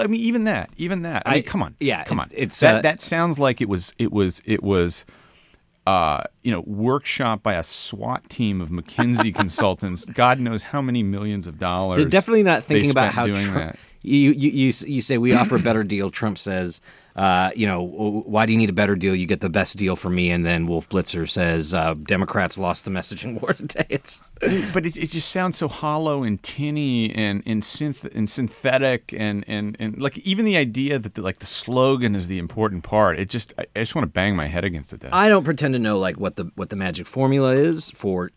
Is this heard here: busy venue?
no